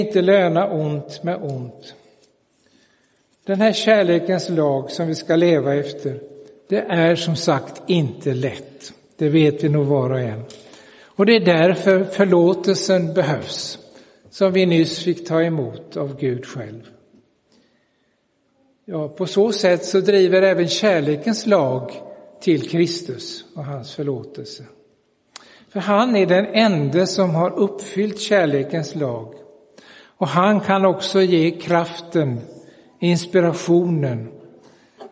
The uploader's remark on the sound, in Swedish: Inspelad i Roseniuskyrkan den 11 september 2022.